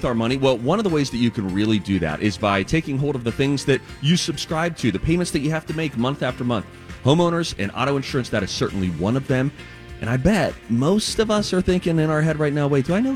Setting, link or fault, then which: setting, busy venue